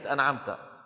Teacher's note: صراط الذين أنعمت عليهم، انظروا إلى النون عند العين في كلمة أنعمت، النون عند العين مظهرة لأن النون من طرف اللسان والعين من فين؟ من وسط الحلق